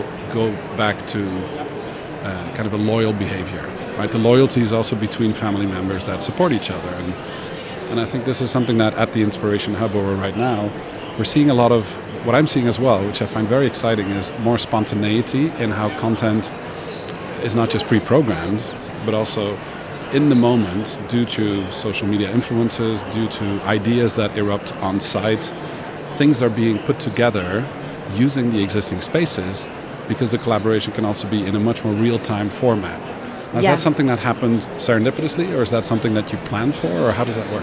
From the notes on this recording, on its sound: Live from #IMEXAmerica